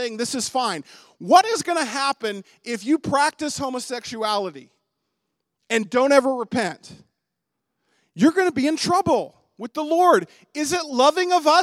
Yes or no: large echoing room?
yes